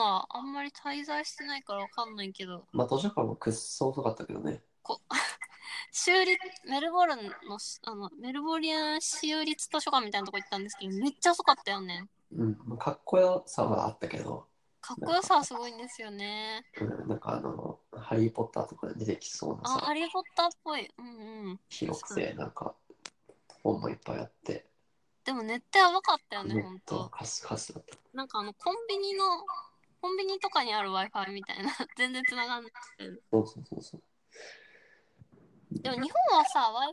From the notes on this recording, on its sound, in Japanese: 初のリモート収録！ ノイズを押しのけてでも聞いてくれますかっ？